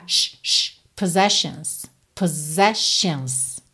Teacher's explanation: E percebe que na segunda vez, o som desses dois S é de S-H.